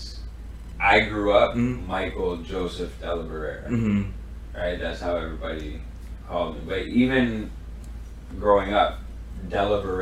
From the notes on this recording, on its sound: Apologies for the audio issues